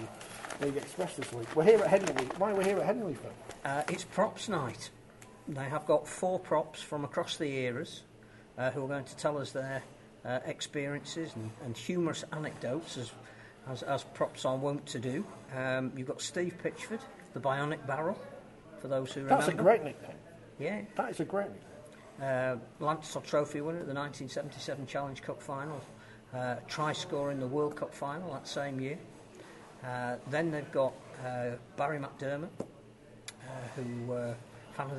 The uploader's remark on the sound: We were live at Headingley